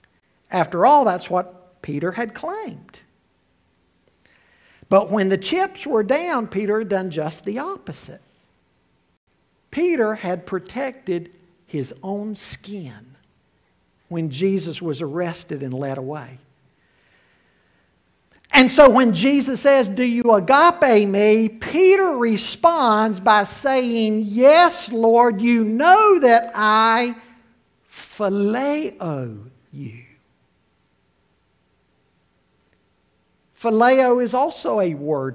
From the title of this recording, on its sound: Full Service with Communion